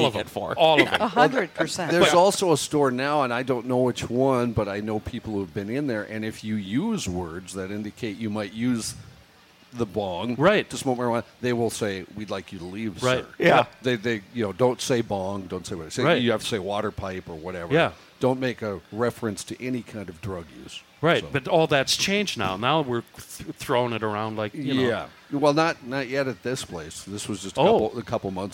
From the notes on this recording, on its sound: Celebrating 2 years of Crabby Coffee from the Minnesota State Fair!